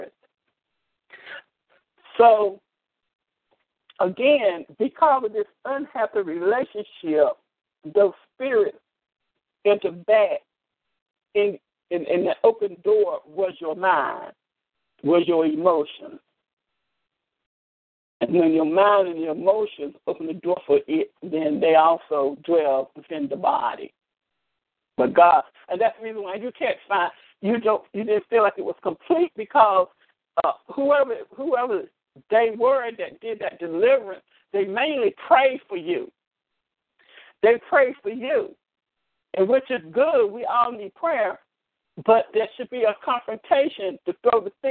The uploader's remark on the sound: ALL CALLS ARE RECORDED AND SHARED ON ALL OUR PROGRAMS.